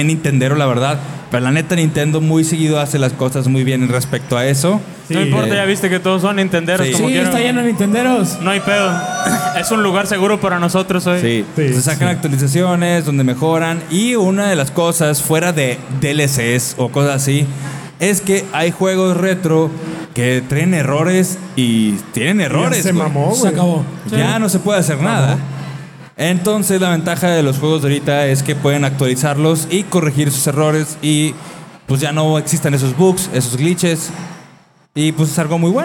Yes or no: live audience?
yes